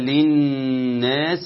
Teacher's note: ولقد ضربنا للناس، الغنة نون مشددة تغني مقدار حركتين